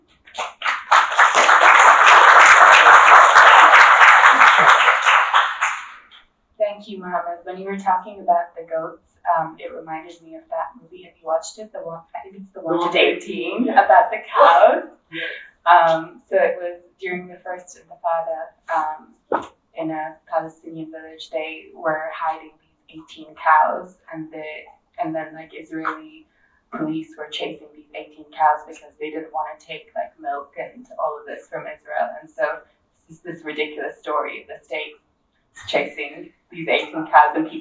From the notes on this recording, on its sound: a recording from the Socialism 2022 Conference